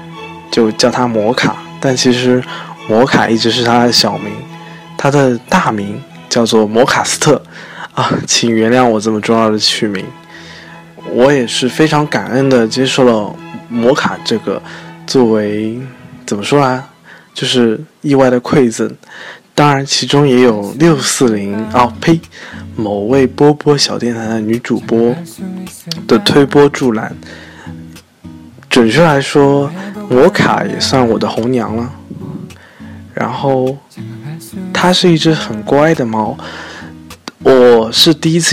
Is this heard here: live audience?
no